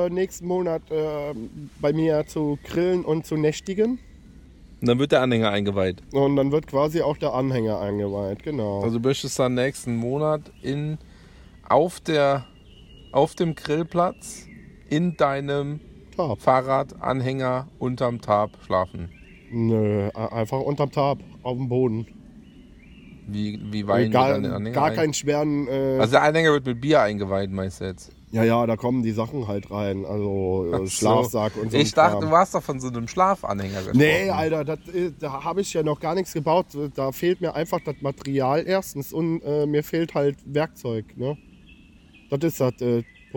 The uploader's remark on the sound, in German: Live und entspannt aus der Hängematte